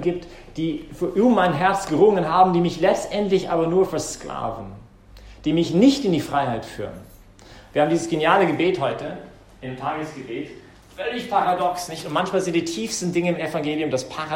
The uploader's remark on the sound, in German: Die Predigt fand während der BeFree Messe. Im Zentrum Johannes Paul II.